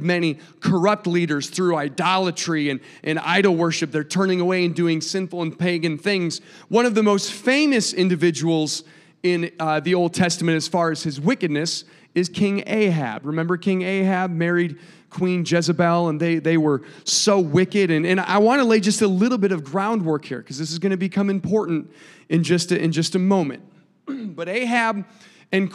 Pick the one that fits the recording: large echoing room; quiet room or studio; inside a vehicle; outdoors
large echoing room